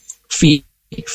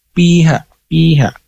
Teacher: fiha ini bukan harus ada desis atau ada angin keluar · Shown in: first take · Fi, fi bukan pi.